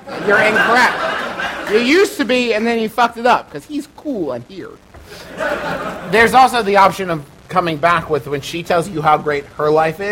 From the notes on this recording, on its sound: We took to the stage at the Cincinnati Shakespeare Company -- which is in Cincinnati, you might have guessed -- to do our second live show ever.